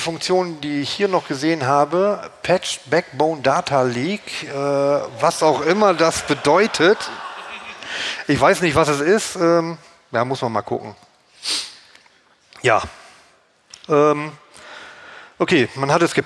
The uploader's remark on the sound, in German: (mrmcd18). Musikalische Begelitung - durch das Applaus des Publikums.